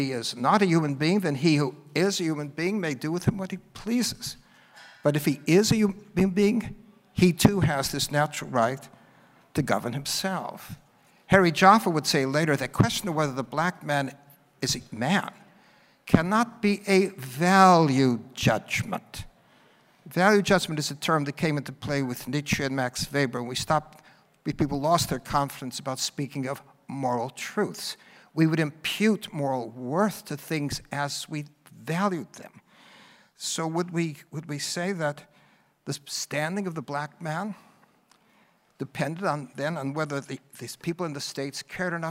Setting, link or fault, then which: setting, live audience